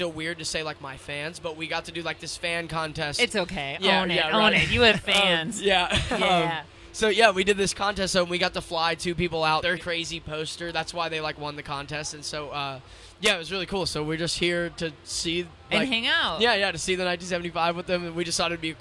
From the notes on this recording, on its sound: The Mix is live backstage at Lollapalooza 2023! Lollapalooza Day 2.